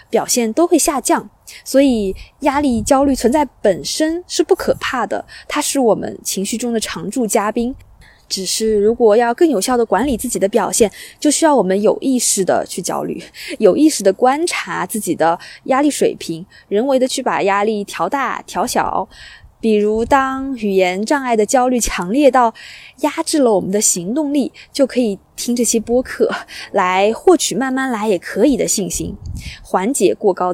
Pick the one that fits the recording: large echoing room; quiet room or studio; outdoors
outdoors